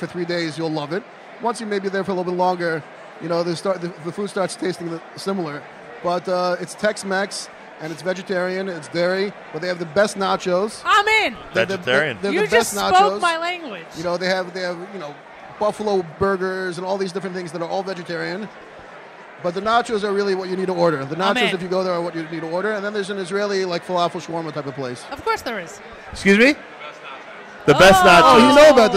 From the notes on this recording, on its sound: NSN Broadcasts Live from the 6th Annual OU Jewish Communities Home & Job Relocation Fair.